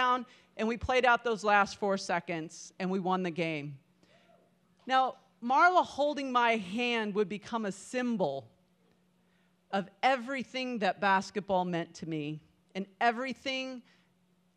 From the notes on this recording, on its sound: Pivot Spokane is a live storytelling event hosted quarterly. This event was recorded live on February 6, 2020.